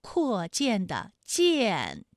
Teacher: 它的前鼻韵母是一安